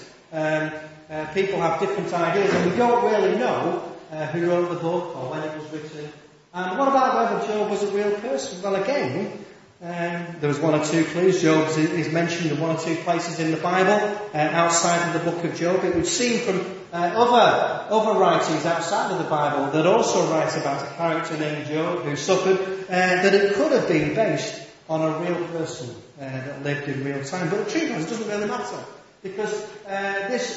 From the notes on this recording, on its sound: Apologies for poor quality of recording.